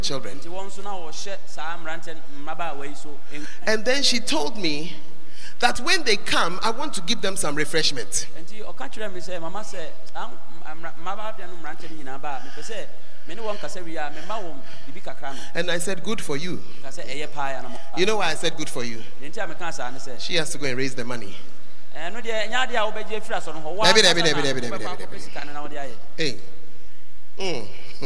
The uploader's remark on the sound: on Day 2 Morning at The Art of Evangelism Conference, CPIC-Dormaa Ahenkro